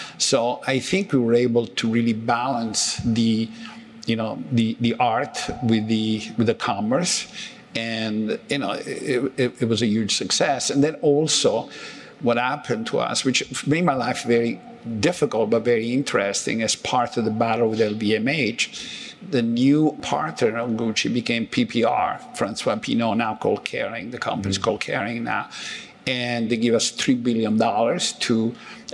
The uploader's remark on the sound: Our conversation took place at an annual convention for the National Retail Federation, and we had a limited time to speak on stage